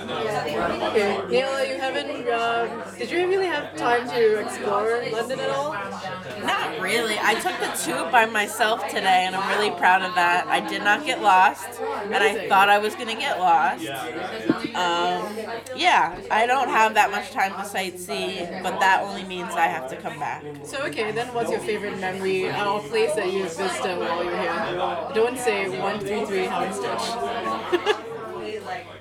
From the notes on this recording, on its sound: records the podcast at The Grapes, Limehouse, one of the oldest pubs in London